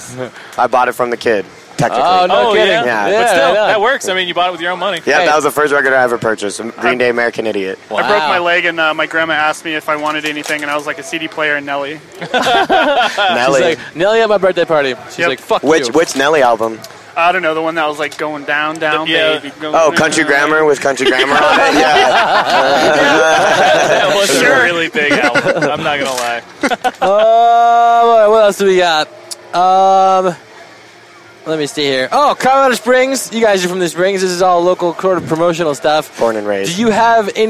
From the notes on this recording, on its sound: This was recorded at the 71Grind festival hosted at the Flux this past June.